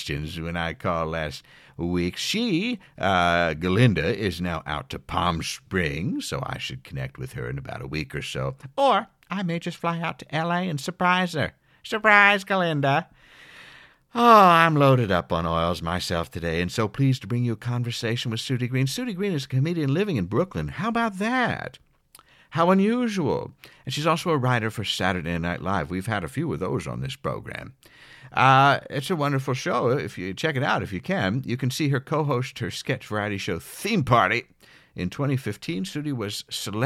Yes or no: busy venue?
no